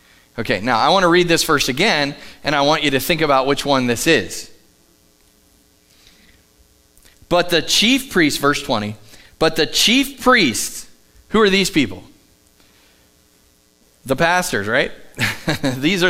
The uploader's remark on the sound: Live from The Summit Church in Dover, OH.